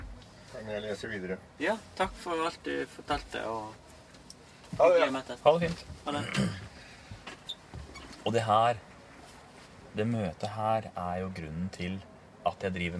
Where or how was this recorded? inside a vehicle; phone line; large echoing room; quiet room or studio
inside a vehicle